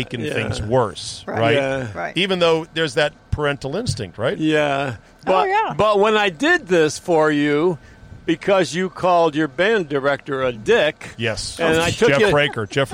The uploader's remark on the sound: an interview in the van